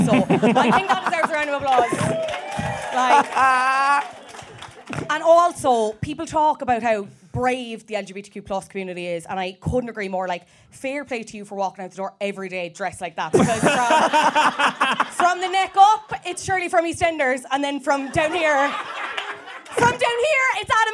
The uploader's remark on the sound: the lads decide to do a live recording